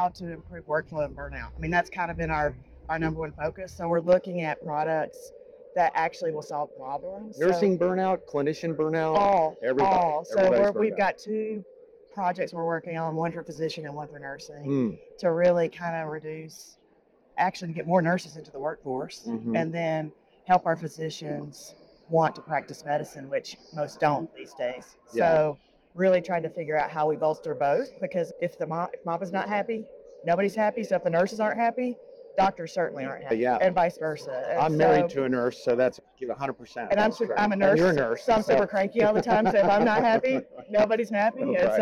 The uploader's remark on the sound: it’s a double Interview in Action live from ViVE 2024.